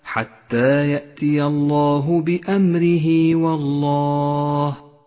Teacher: بأمره والله جاءت هاء الضمير وقبلها حرف متحرك وبعدها حرف غير الهمزة، فالفرق بين الصلة الصغرى والصلة الكبرى أن الحرف الذي بعد هاء الضمير في الصلة الصغرى حرف غير الهمزة، وفي الصلة الكبرى الهمزة. يمد الصلة الصغرى حركتين، ولذلك ميز باللون الكموني إشارة إلى زمن وموقع المد.